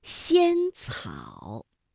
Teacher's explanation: 发音的时候舌尖要抵住上齿背，阻碍气流，然后舌尖稍稍的离开，让这个气流从窄缝当中挤出，摩擦成音 · 舌面的前部要接近硬腭的前部，留出一个窄缝，气流从缝中挤出，摩擦成声 · Term: 声母是呲, 声母是西